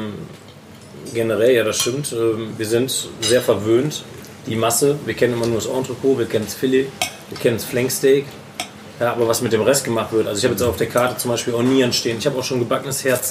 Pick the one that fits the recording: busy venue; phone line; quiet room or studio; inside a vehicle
busy venue